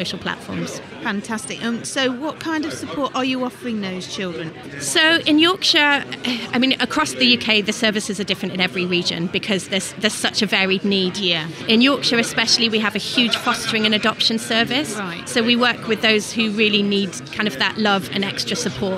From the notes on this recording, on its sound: Recorded at the South Yorkshire Expo in Sheffield in May 2023.